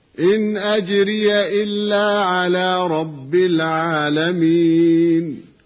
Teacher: الراء المكسورة لا تحتاج إلى بحث ولا إلى عناء، بل حكمها الترقيق في حالة النطق بها مكسورة، كما نستمع إليها مرققة حال النطق بها مكسورة في هذه الآيات هنا في هذا اللقاء هكذا: إن أجري إلا على رب العالمين.